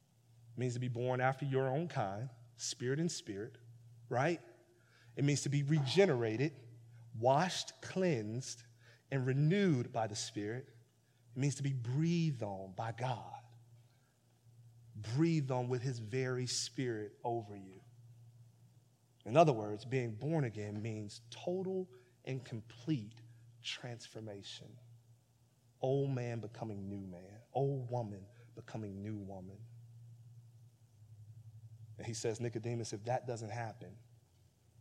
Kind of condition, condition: setting, large echoing room